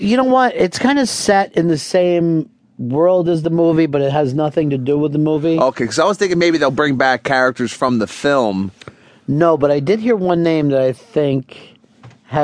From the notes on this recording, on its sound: Publisher: XM Satellite Radio. Is on the phone to share his thought on Stephan Colbert replacing Letterman. We then take some unscreened phone calls.